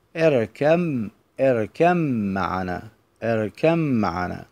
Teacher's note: تقرأ اركب معنا بإدغام الباء في الميم، فلا تقول اركب معنا، هذا غلط، والصحيح تقول اركم اركم معنا اركم معنا.